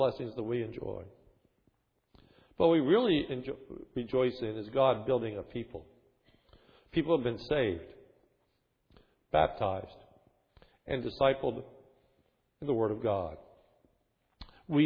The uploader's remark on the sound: This is a sermon recorded on 1/9/11 from the morning worship service.